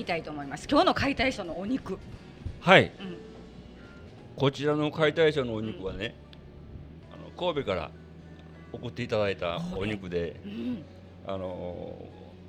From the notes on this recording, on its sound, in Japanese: 炭火焼肉・ステーキ萬華。お肉の解体ショーを目の前で見ながらA5ランクの最高級焼き肉をいただきましての収録です。